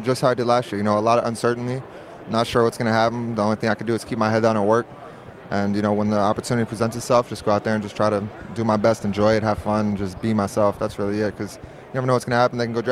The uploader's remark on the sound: Live from Super Bowl LVIII